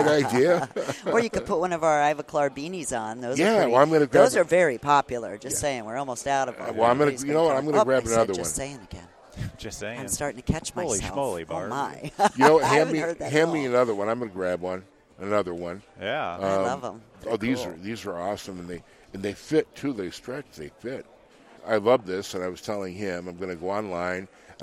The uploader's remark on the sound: We set up in the Ivoclar Ballroom and recorded all weekend long. Inspiration from the Ivoclar Ballroom at Lab Day Chicago. We set up in the Ivoclar Ballroom and recorded all weekend long.